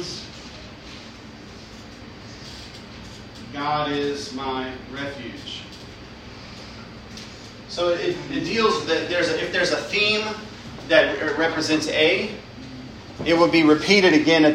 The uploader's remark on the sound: Lecture given at Christ Church Academy.